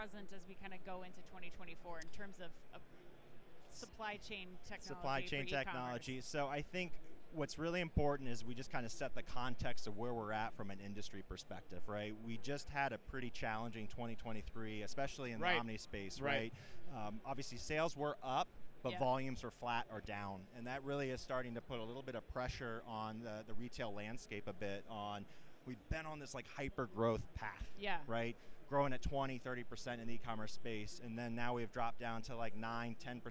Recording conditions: busy venue